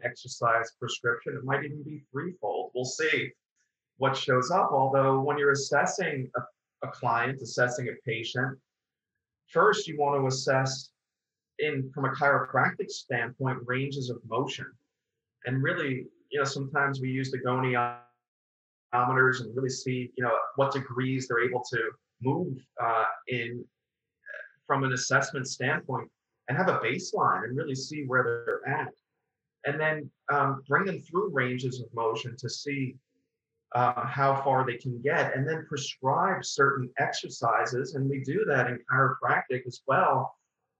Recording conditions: video call